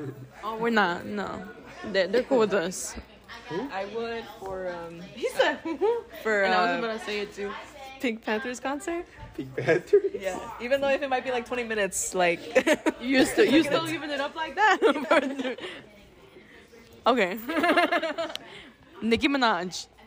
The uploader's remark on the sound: we went early to our school and recorded a not-so-mini-episode in the diner